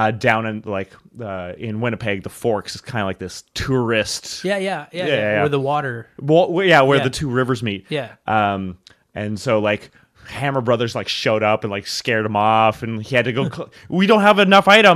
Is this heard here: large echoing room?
no